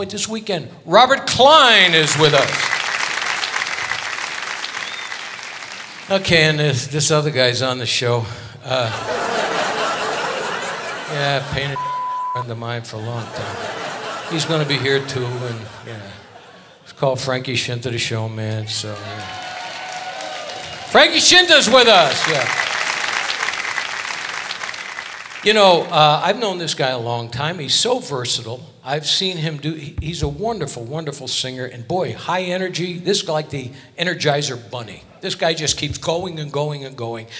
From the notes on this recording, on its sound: Live at the SouthPoint Casino